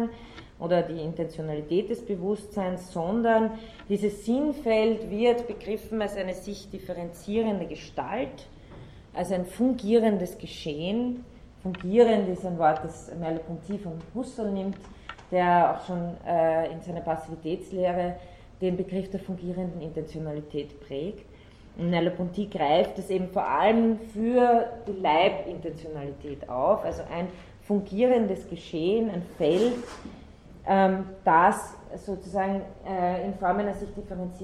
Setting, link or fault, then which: setting, large echoing room